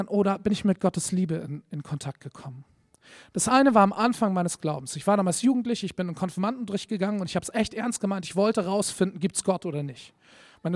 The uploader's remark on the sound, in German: Predigt im Rahmen des GreifBar+ Gottesdienstes